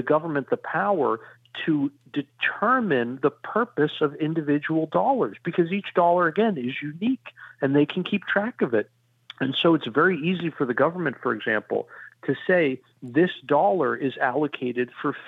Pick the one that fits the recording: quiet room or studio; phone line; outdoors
phone line